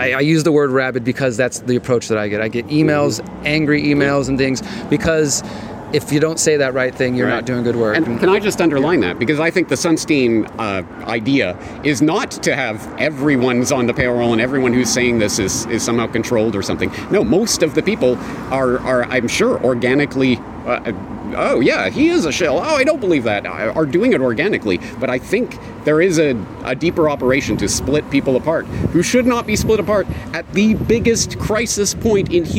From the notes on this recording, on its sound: At the 2nd Better Way Conference in Bath, UK